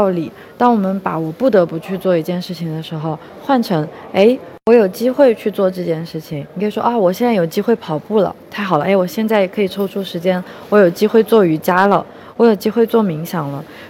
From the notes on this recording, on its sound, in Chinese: 这一期在克罗地亚的杜布罗夫尼克机场录制